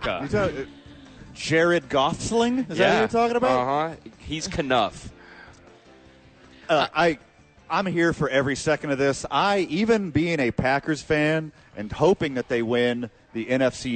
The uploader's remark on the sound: live from Red Door Brewing